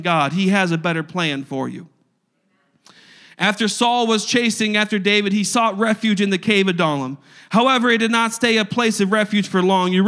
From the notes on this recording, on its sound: a service recording from Connect Point UPC